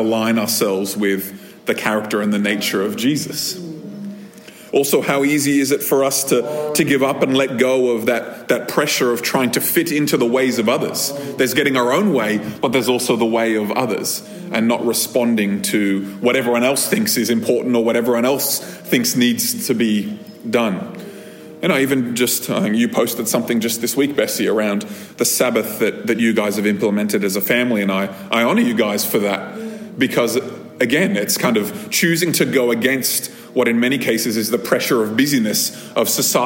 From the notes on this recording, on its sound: This episode was recorded at a Thrive Community gathering on 22nd October 2023.